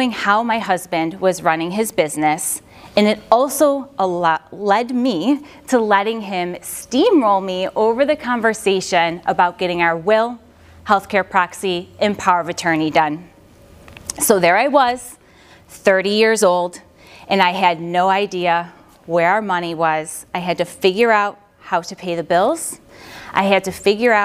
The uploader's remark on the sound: a recording of a recent talk she did for Entrepreneurs’ Organization (EO)